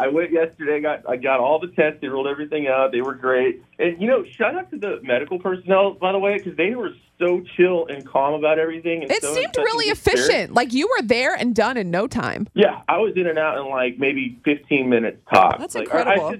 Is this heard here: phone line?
yes